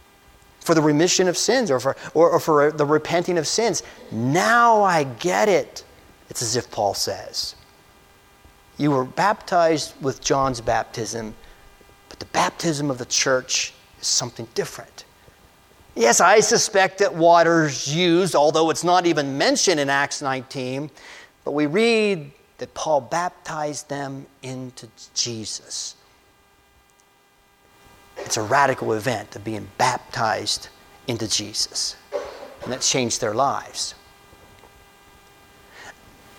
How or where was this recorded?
large echoing room